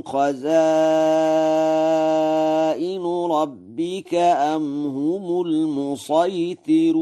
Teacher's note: قرأ ورش: المسيطرون بالصاد الخالصة، ولا يخفى ترقيق الراء في المسيطرون والصاد والسين والإشمام في هذه الكلمة، كلها لغات للعرب.